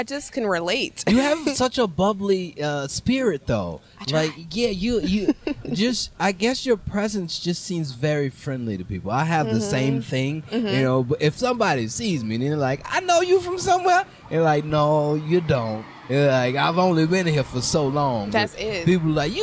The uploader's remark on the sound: sitting outside Rudyards on a beautiful day